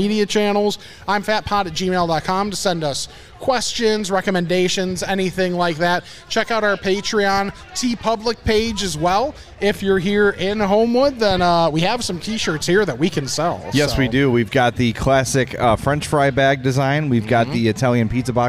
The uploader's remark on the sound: Homewood Fall Fest (Recorded Live). It's our first ever live recording.